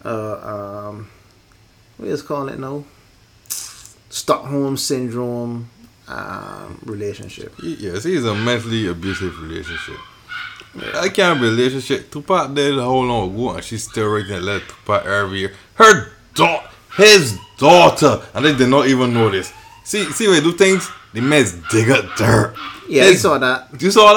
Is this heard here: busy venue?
no